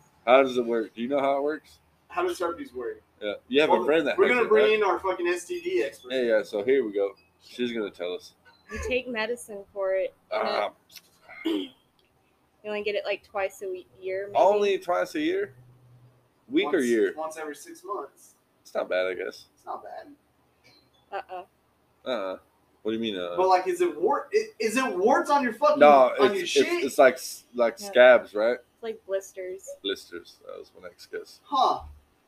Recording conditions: poor sound quality